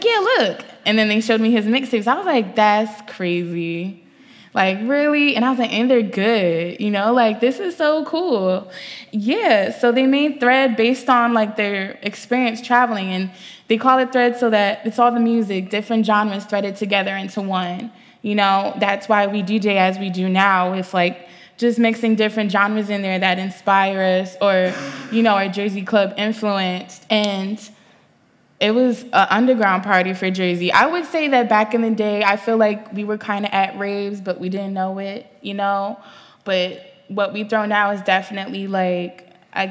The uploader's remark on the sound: Live at Unsound festival